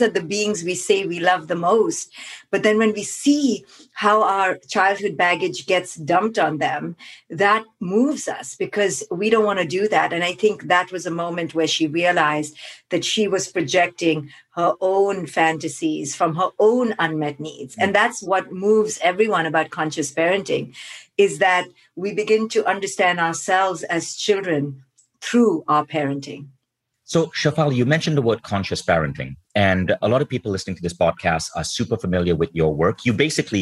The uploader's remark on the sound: On this live call. Live bonus Q&A session.